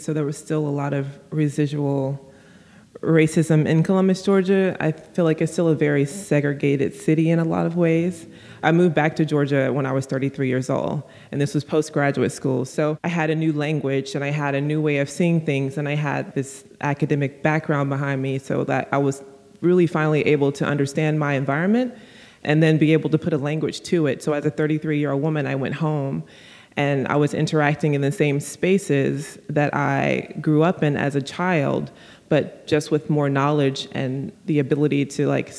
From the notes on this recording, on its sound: Before a live audience at moniquemeloche gallery in Chicago.